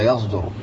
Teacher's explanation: قد تبدل الصاد في هذه الحالة زاي خالصة